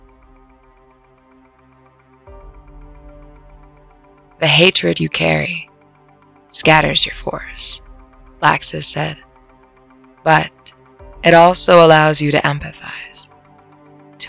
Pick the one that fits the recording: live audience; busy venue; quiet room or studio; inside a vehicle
inside a vehicle